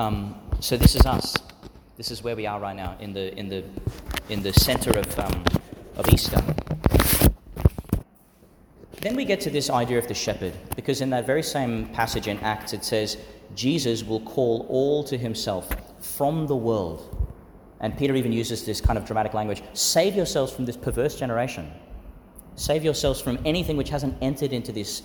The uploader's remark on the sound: Homily for the Fourth Sunday in Eastertide, delivered in St Peter Chanel Catholic Church, Tannum Sands, Qld.